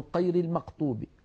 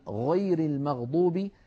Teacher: يشوبون صوت الغين بشيء من القاف · Shown in: first take